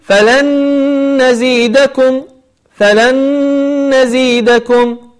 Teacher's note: فنون ساكنة مع نون أصبح عندنا إدغام بغنة